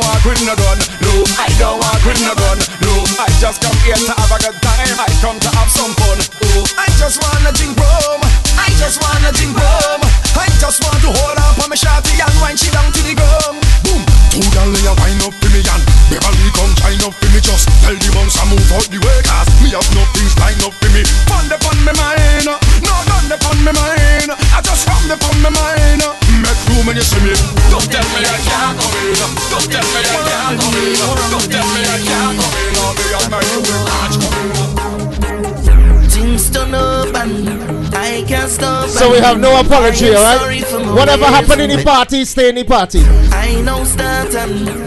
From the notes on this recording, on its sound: Live audio from the Return Fete.